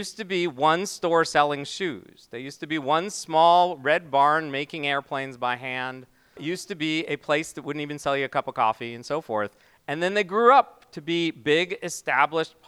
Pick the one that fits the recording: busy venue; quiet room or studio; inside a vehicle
busy venue